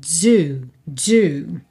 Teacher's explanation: Percebe que aqui também eu não estou dizendo do, não é do, é do. Tem quase que um zezinho junto com o d, um dz